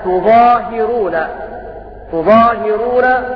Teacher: بضم التاء وكسر الهاء